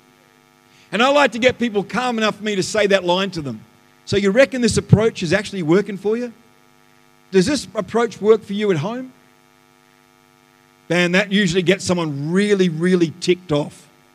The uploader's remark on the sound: The live stream of Destiny Church Atherton.